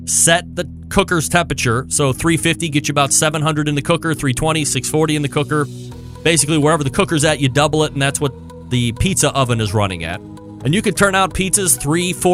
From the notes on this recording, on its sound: Audio Disclaimer upfront...the phone connection was a little brutal.